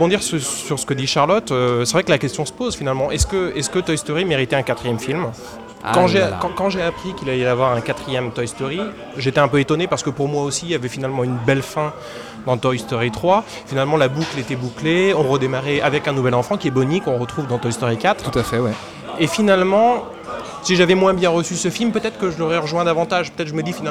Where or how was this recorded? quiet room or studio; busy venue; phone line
busy venue